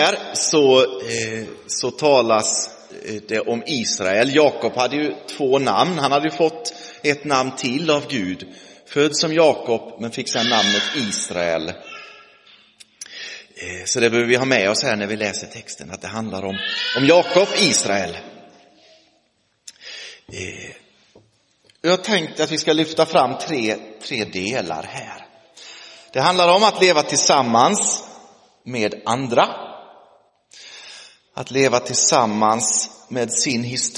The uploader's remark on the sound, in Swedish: Inspelad i Roseniuskyrkan den 22 oktober 2023